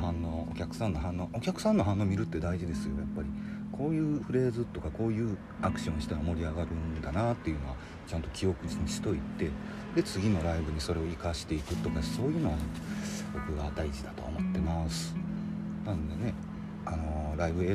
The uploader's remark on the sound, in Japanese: テスト録音のつもりでちょっと環境音が入っちゃってます